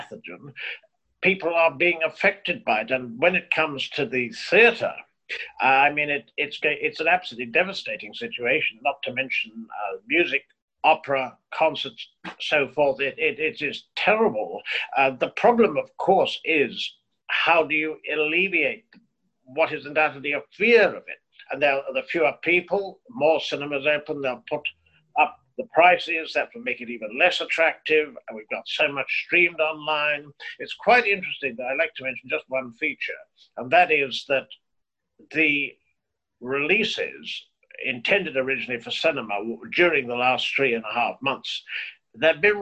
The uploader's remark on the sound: in zoom conversation